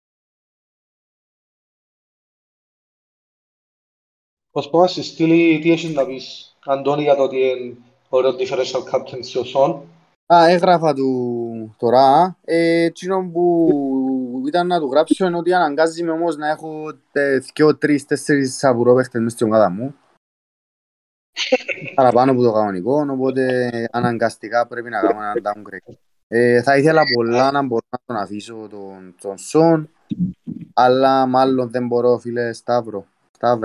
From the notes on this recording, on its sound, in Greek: Live συζήτηση στο discord του FPL Cyprus.